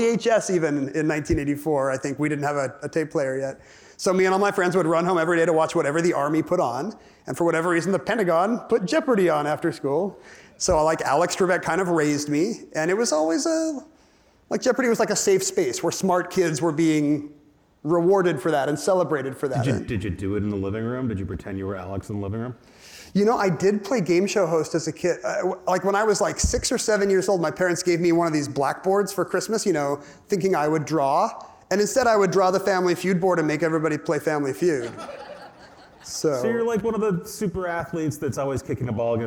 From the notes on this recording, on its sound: From the 2023 Crosscut Ideas Festival.